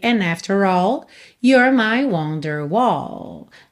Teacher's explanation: ele comeu o D de and